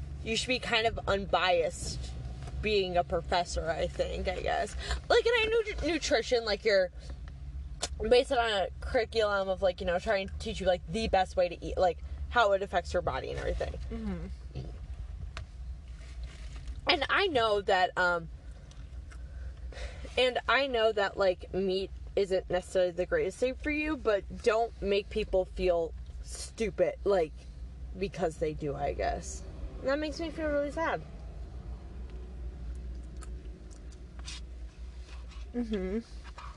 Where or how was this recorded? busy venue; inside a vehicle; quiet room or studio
inside a vehicle